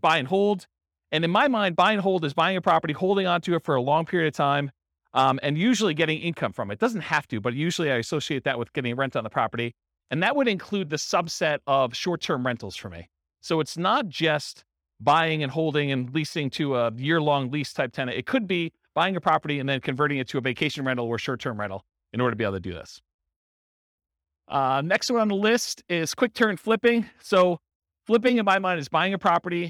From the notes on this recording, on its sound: In Round Rock, Texas. This was a live class recorded to give investors a solid qualitative overview of all the different real estate investing strategies.